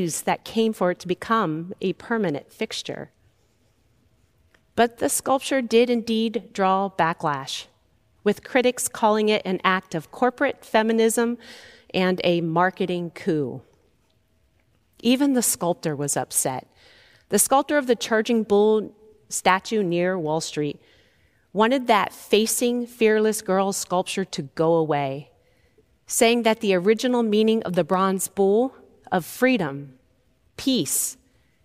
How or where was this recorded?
large echoing room